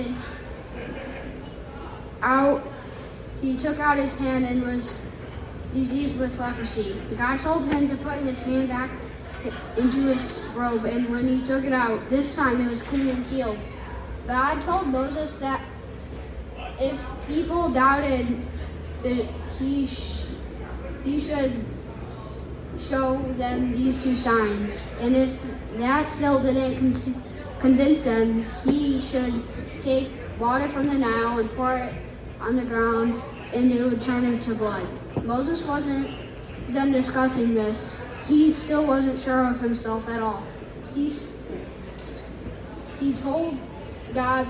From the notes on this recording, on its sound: LIVE FROM OUR PARISH FESTIVAL!!